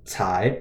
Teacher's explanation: C in pinyin makes a kind of T-S, ts sound